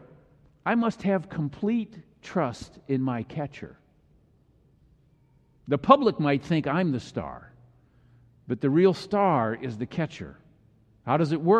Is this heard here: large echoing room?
yes